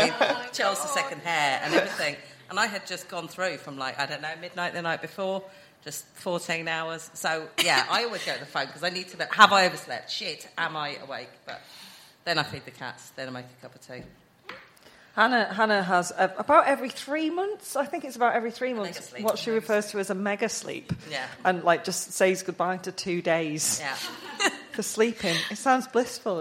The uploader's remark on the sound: SIM Ep 279: Live at London Podcast Festival. Oh yes, we're coming at you live this week and by live, we mean we recorded this at London Podcast Festival at the weekend.